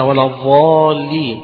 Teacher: ولا الضاد عندهم زي الضاء يعني المخرج قريب، لكن كلغة الضاد حاجة وضاء حادثة، الضاء حادثة.